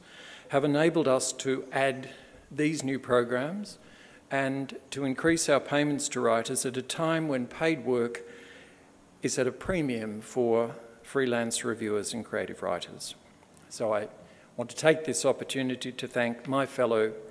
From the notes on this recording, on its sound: This major public lecture is the culmination of his Fellowship. At the University of Sydney as part of the Sydney Ideas Lectures series.